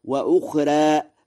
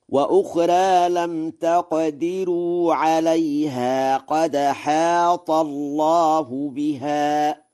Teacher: قرأ ورش: وأخرى بالتقليل، وهو لغة فصيحة، وقرأ بترقيق راء لم تقدروا، ونقل حركة الهمزة إلى الساكن قبلها في قوله قد حاط، فيقرأ هكذا: وأخرى لم تقدروا عليها قد حاط الله بها.